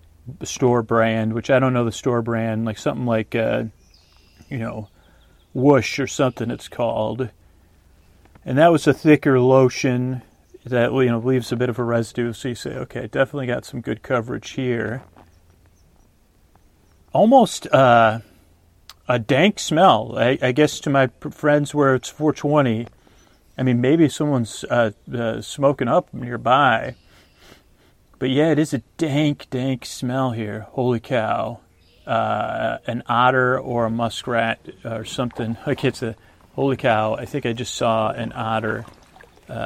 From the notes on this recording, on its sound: On Location in a Kayak. A real ride in a Kayak, it has been edited but it is a on location show.